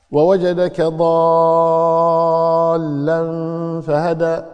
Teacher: اللام مشددة لكن ما يصير تقول ووجدك ضالا، ما يصير، اللام ما تعطيها غنة، لا تقف عند اللام، مش مش مش اللام على طول.